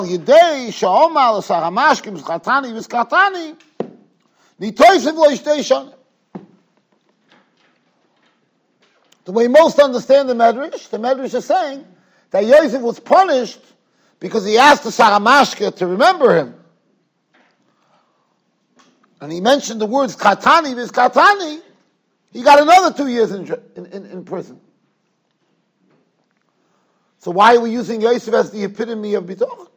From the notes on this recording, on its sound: Shiur recorded in Yeshivas Ohr Reuven, Monsey, NY.